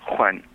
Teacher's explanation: So for KH, that's often how we spell the kh sound, which is a velar, voiceless velar fricative found in Russian, but also in Spanish and French. So, like, for example, the Spanish name Juan, when pronounced appropriately or correctly, is Juan, like that, with a nice velar fricative at the beginning.